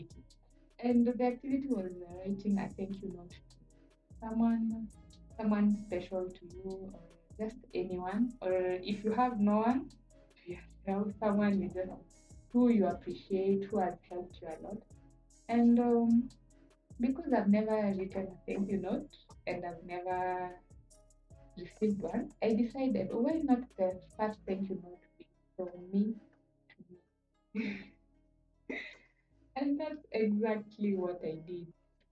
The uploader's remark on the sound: After listening back to this episode, I noticed a sound issue.